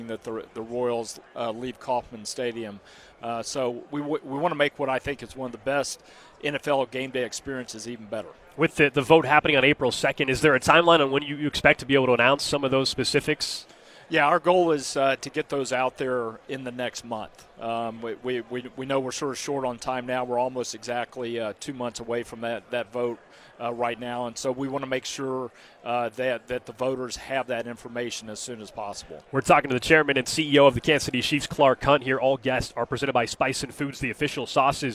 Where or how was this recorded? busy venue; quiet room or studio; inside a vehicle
busy venue